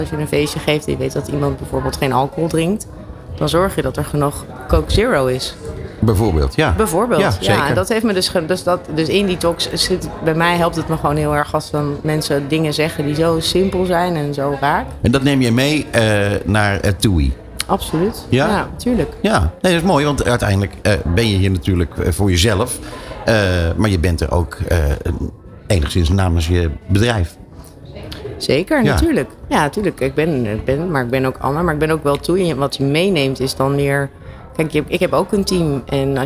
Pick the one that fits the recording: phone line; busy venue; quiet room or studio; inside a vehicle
busy venue